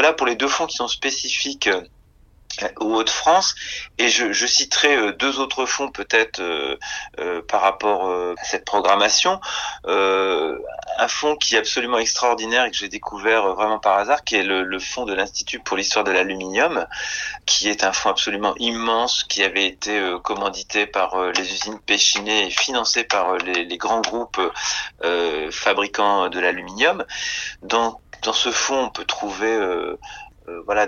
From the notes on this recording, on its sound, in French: Enregistrement réalisé par téléphone, entre Paris et Clermont-de-l’Oise.